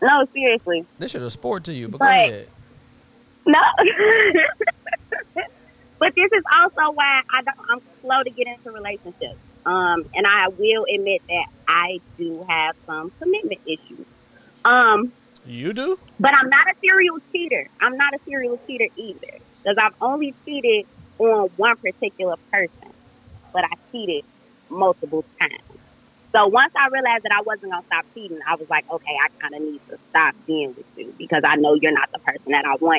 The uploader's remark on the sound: Guests call-in live to share the wildest stories.